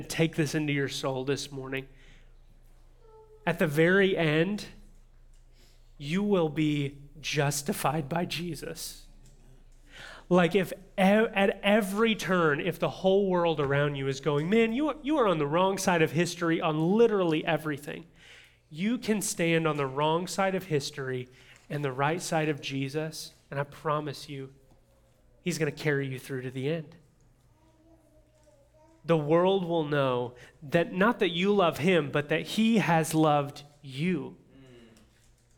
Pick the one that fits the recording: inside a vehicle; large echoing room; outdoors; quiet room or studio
large echoing room